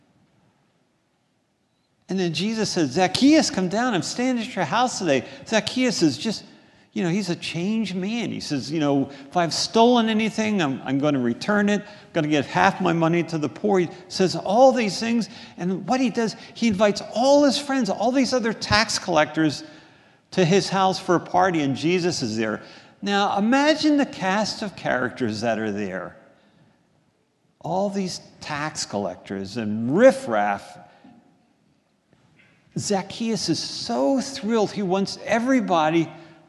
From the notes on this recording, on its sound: This is a sermon recorded at the Lebanon Bible Fellowship Church in Lebanon, PA during the morning worship service